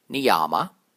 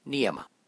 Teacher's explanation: In reality, both the A's are short, so it's said as niyama. · Shown in: second take